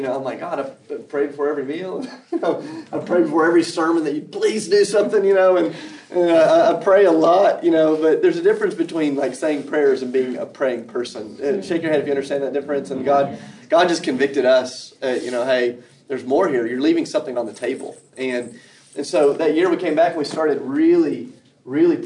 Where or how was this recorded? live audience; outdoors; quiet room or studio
live audience